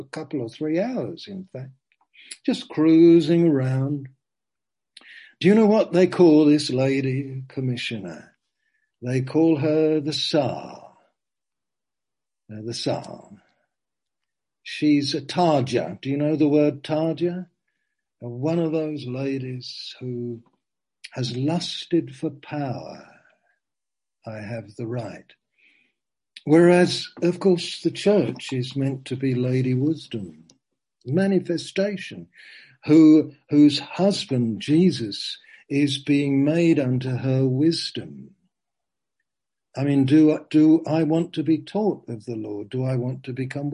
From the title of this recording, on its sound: Zoom